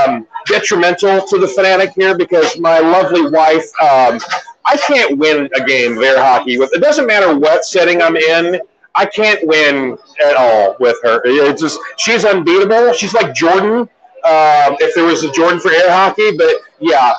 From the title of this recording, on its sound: Live on Location at 3 Decade Arcade!